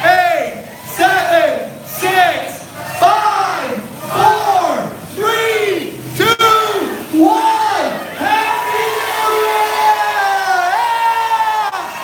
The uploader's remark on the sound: BRINGING IN NEW YEARS AT THE TAMPA IMPROV